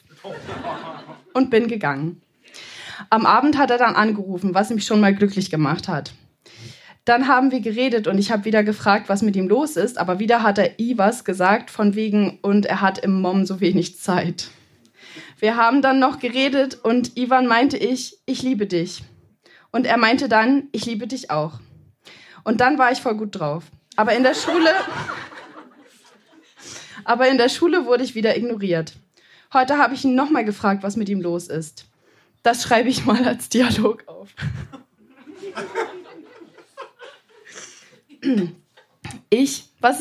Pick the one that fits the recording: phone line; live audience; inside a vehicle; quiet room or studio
live audience